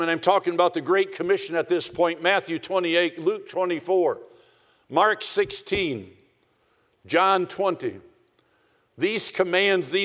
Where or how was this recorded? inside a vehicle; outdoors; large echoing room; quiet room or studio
large echoing room